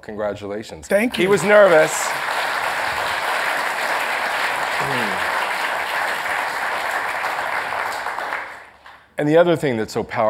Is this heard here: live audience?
yes